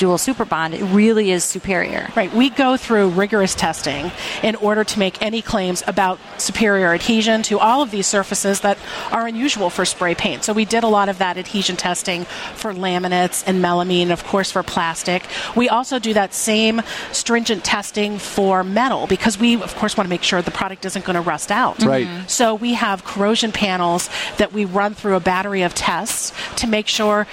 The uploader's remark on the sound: Broadcasts from the Top Products Pavilion at the 2014 National Hardware Show